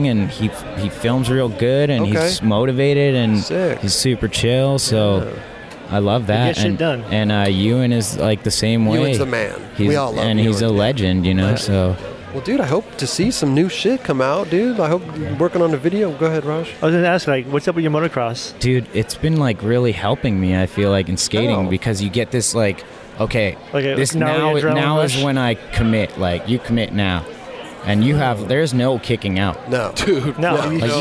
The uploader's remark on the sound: We were on location at the Diamond Supply Co & Thrasher Magazine’s Halloween Hellride.